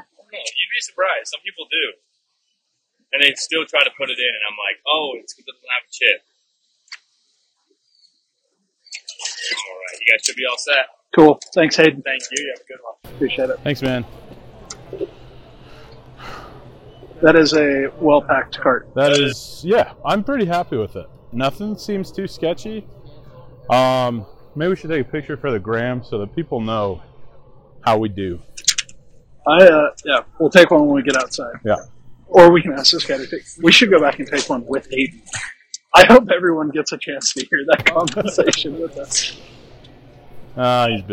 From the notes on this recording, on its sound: The audio in this episode is less than amazing.